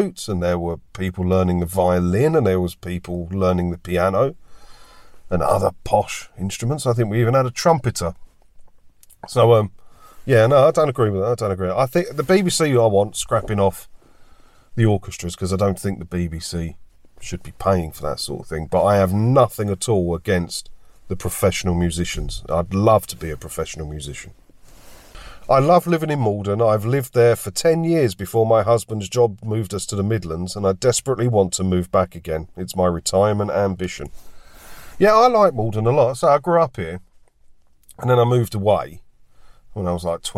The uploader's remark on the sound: Join me for a chat in my car today